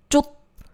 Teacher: 而下面还有一个收因。如果单独念这一个字呢，听起来是쫓，啊，结束的时候是有一个类似 t，就是트这样的一个收因